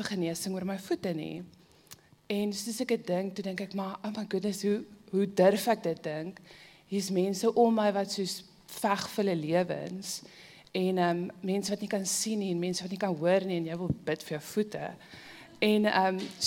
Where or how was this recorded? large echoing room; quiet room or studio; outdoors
large echoing room